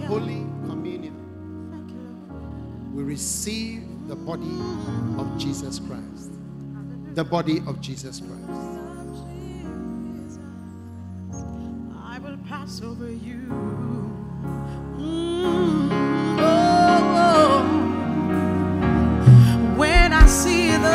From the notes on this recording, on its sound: Preached at the First Love Experience Service.